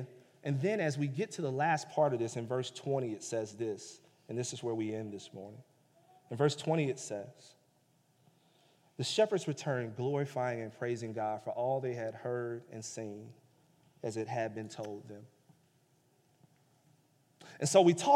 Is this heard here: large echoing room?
yes